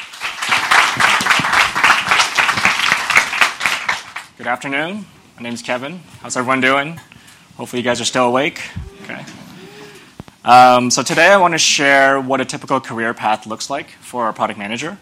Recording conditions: busy venue